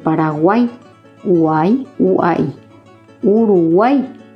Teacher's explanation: son la unión de 3 vocales, 2 débiles y una fuerte, en una sola sílaba. Y la letra tónica es la del medio. · Term: triptongo